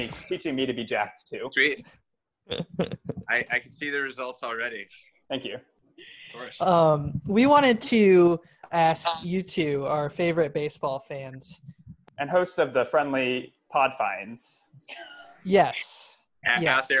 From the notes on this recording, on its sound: Who's In The Zoom Room? Send out a Zoom invite to a few old guests at the beginning of the podcast and eagerly wait to see who joins the conversation.